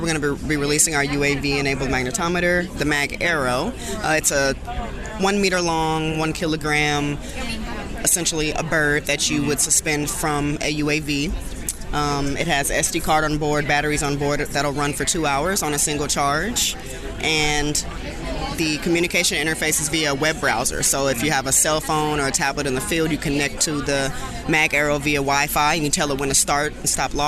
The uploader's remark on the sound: Society for American Archaeology Meetings in Washington, D.C. Today's episode contains segments recorded in the poster room and the exhibit hall.